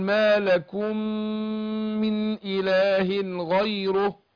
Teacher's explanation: الميم بتاعت ما لكم هتضغم في الميم اللي بتاع بعدها اللي هي من إله. العلامة الإدغام هنا عندنا العلامة الميم الأولانية معلهاش أي حركة والميم الثانية مشددة فعلامة ان الاولى ادغمت الثانية فهديها غنة حركتين.